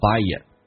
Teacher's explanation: by 跟 a 可以有一个连音，这是元音跟元音之间的连音，不是加我就是加也，这边加个也叫 buyit。